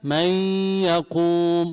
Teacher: الإدغام بغنة، يعني بيطلع معي غنة لما بدغم من الأنف